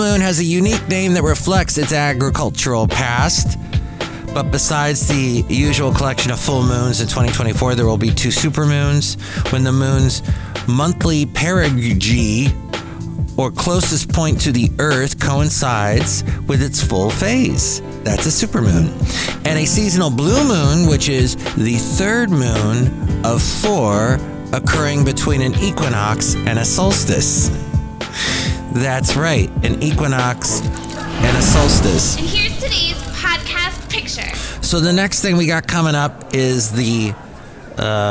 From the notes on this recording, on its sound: podcasts live from Café Anyway